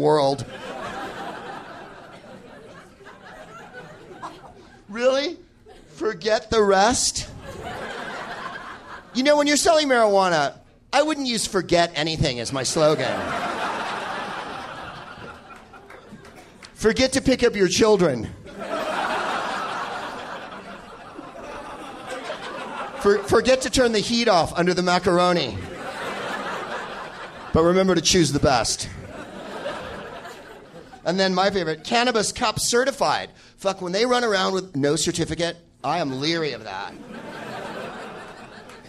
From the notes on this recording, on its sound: Live from Comedy Works in Denver.